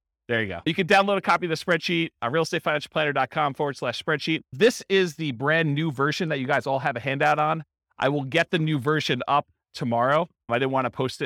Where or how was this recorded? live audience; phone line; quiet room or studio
live audience